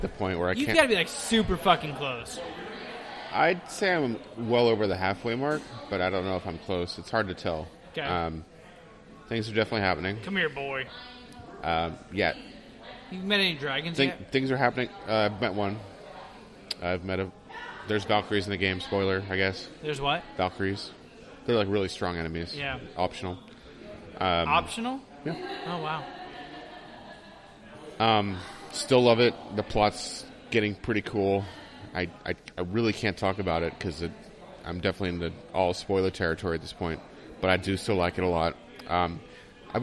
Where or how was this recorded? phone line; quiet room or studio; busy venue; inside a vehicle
busy venue